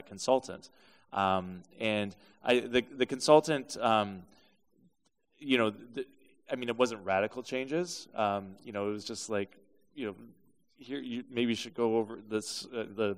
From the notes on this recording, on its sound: This special is the live recording at Reconnect Hamilton with real questions from young people.